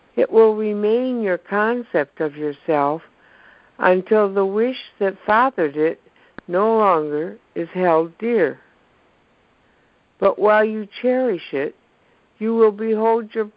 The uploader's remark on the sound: ACIM NOV 27 CONF CALL. ACIM Daily TEXT Conference Call.